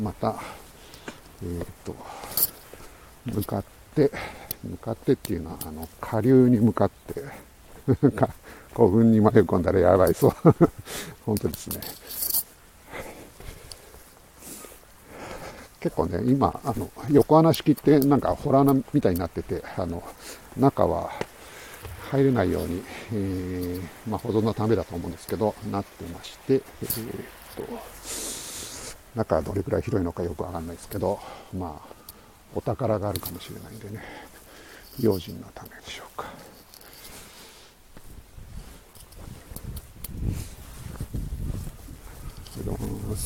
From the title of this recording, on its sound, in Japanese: tokyo walk&eat radio LIVE 等々力渓谷さんぽ